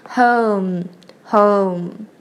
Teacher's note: 最后把嘴巴闭起来发嗯这个鼻音